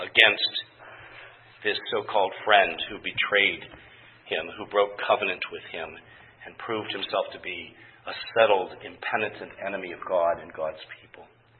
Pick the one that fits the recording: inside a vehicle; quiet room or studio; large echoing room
large echoing room